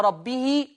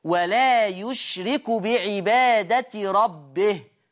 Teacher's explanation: احنا عندنا في لغه العرب نقف نبتدئ بمتحرك، مش دي لغه العرب، بيبتدوا بمتحرك ويقف على ساكن ويقف يسكنوا الحرف الاخير، فلازم اسكن الهاء عند الوقف · Shown in: second take · اقول ولا يشرك بعباده ربه واقوم واقف بسكون الهاء.